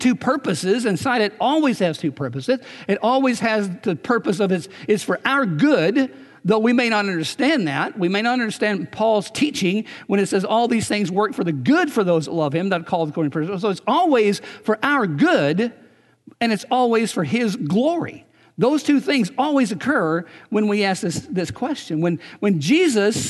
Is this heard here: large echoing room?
yes